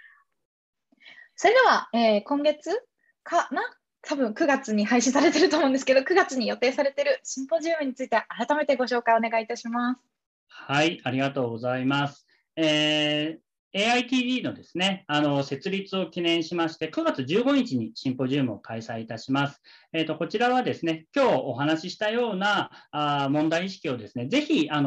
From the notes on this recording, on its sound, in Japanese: 〇方 法：ウェビナー（Zoomでのオンライン配信）